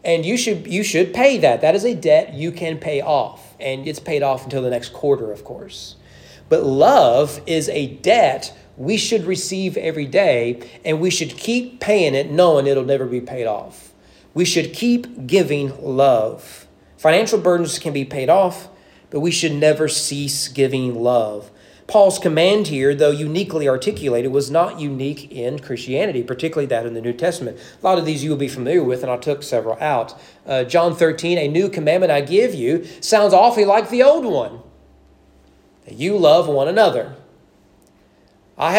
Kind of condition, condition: setting, large echoing room